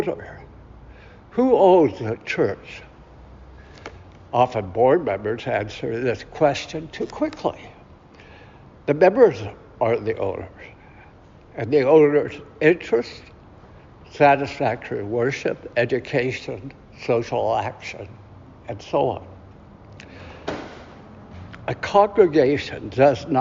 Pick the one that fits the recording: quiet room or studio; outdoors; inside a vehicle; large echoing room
large echoing room